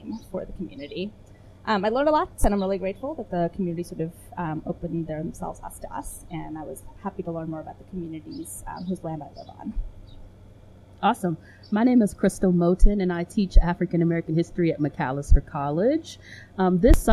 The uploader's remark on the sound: It is our first episode at Cahoots Coffee Bar in St. Paul and we're outside, so you, our loyal listeners get to hear us dodge planes, ambulances, and window air conditioners.